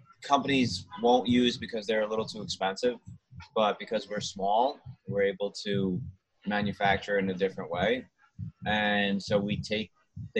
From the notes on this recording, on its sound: Recently talked with the founders of Jane Motorcycles on Zoom.